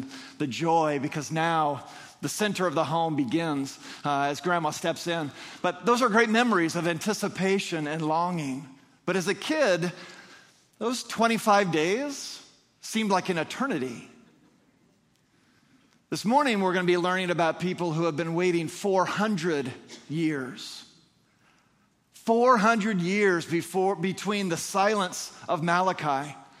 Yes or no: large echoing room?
yes